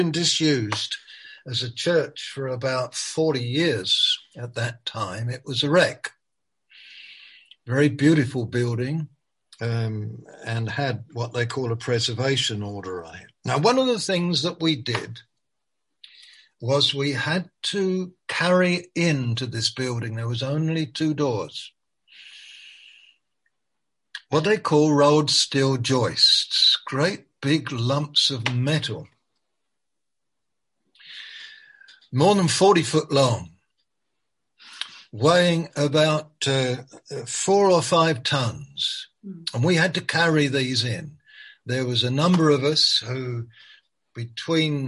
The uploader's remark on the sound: Malaysia Meets (Zoom).